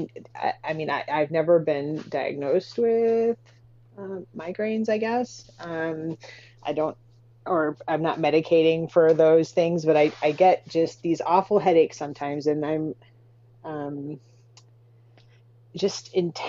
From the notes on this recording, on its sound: Please bear with me and my friend as we figure out all this podcasting stuff from the grass roots, (Mic levels, clinking ice cubes, how to string together an episode).